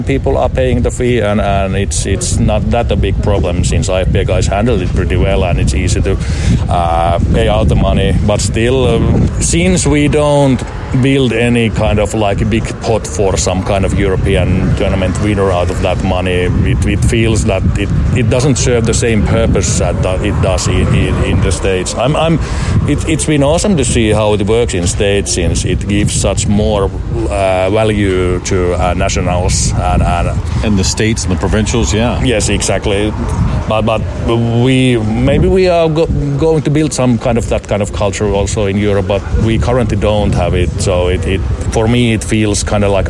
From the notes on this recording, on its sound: This is an interview recorded at IFPA 18 in Germany